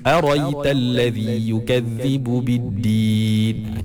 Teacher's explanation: Okey, dan yang terakhir, yang keempat, bacaan Imam Al-Kisa'i, dia membuang hamzah tu. Hamzah yang lepas ra tu dia buang. · Term: hadaf